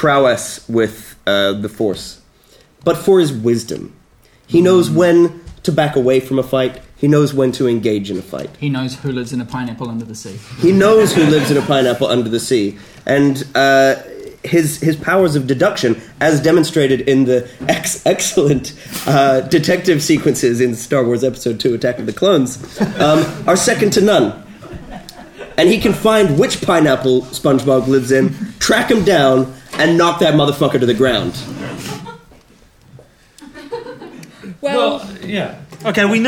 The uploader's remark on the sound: A brand new panel show recorded live at Orange Studio in Christchurch, New Zealand.